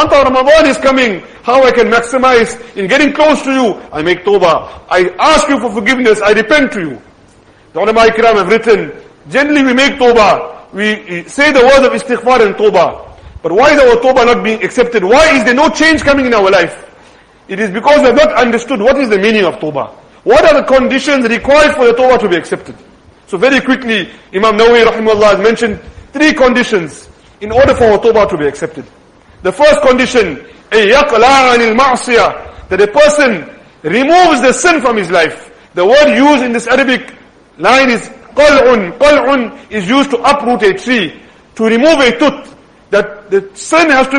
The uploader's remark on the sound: Jumuah lecture